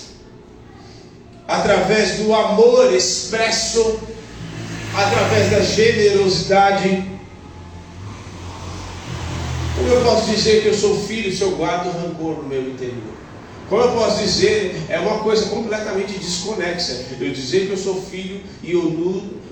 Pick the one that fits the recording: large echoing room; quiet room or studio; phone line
large echoing room